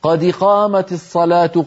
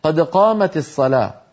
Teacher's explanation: قد هذه دال ساكنة، ما يجوز لك أن تكسرها لا في الأذان ولا في القرآن · Shown in: second take